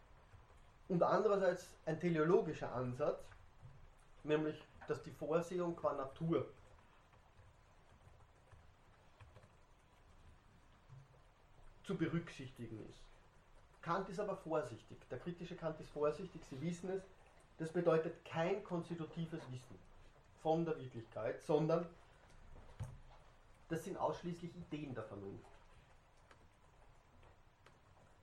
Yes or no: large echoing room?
yes